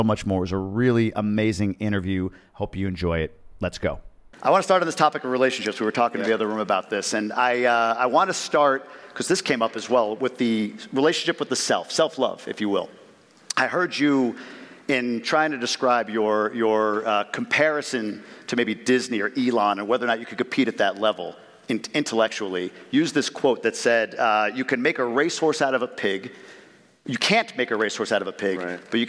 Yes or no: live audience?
yes